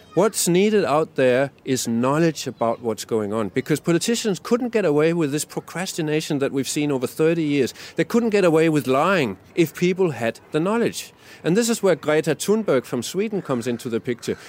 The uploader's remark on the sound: on the side of the Sustainable Living Festival